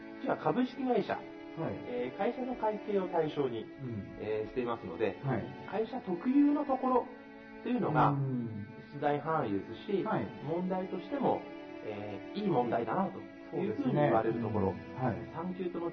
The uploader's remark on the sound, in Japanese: 音声悪くてごめんなさい。録音時の機材状態により音声が聞きづらいです。